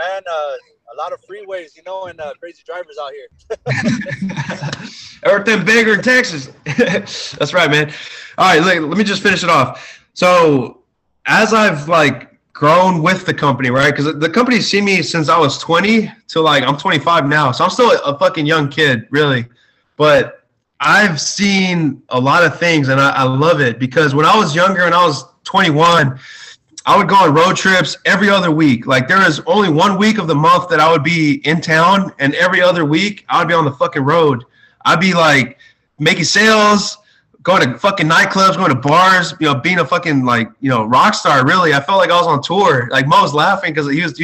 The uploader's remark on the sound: hang out on zoom